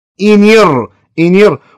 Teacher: بقينا الراء على حكمها وهو التفخيم، ما رققناها